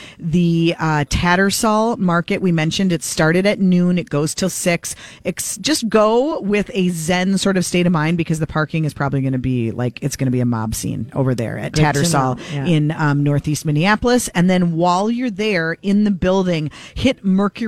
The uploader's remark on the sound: broadcasting live at AAA Minneapolis Travel